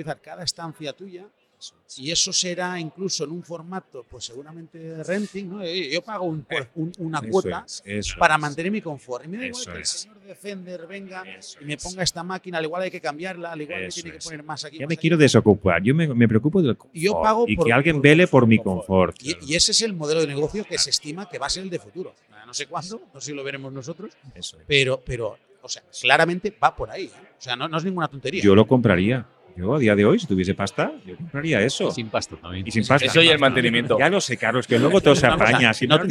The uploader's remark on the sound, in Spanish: entrevistas que gravamos en la pasada Conferencia Española del Passivhaus en Valencia